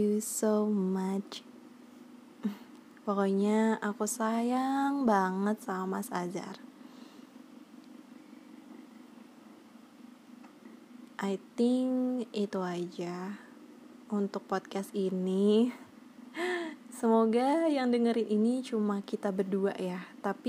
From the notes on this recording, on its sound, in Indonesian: Aku belum bisa edit rekaman yang ngilangin noise dll gitu jadi ini sangat terjamin keasliannya.